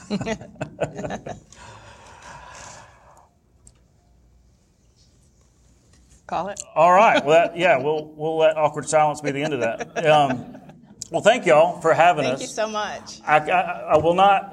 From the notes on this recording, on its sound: In short, it’s an insider crowd. There’s perhaps no better audience to do the first live in-person recording of the In the Weeds podcast.